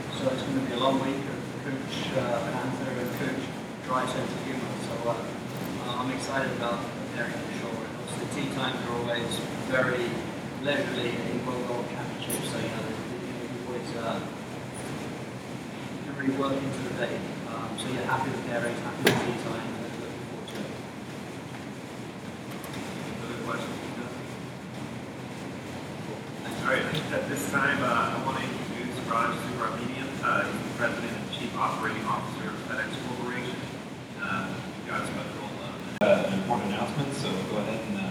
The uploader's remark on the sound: Wednesday morning press interviews live from the WGC- FedEx St. Jude Invitational